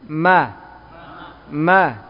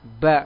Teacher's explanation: Mim dengan kita tutupkan bibir bawah dengan bibir atas tanpa menekan. Ini bedanya mim dengan ba.